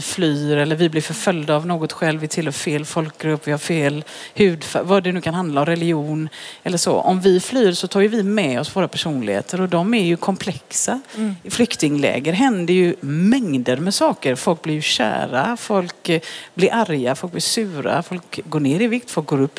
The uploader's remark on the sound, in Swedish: Bonusavsnitt live. Intervjun spelades in på Vetenskapsfestivalen i Göteborg.